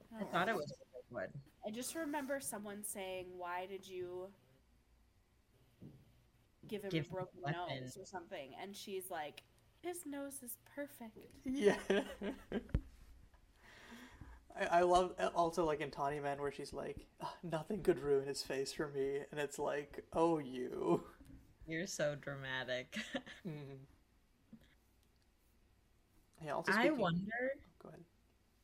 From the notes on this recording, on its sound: We lost our original audio for this episode, so if we sound a little quieter/jankier than usual, that'd be why!